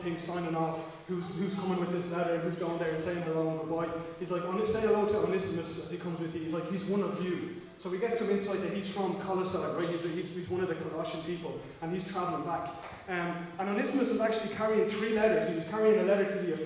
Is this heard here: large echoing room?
yes